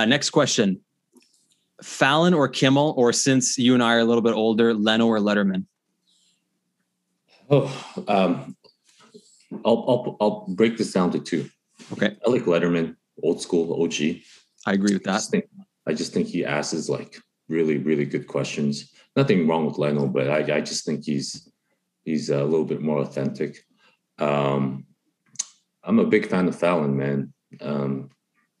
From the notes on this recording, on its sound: over the pods first zoom call